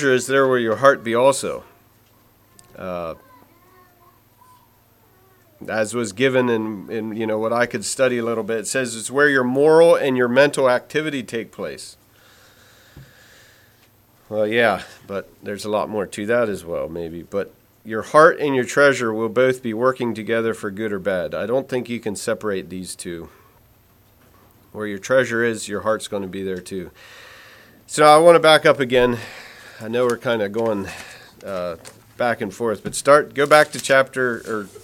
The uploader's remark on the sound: Message preached at Word of Hope on March 12, 2023